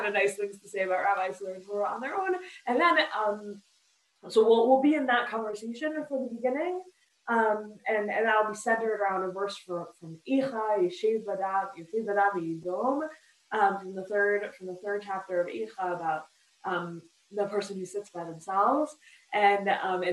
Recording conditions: video call